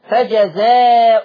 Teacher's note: حفص قرأ بتنوين الهمزة فجزاء، الهمزة منونة بالضم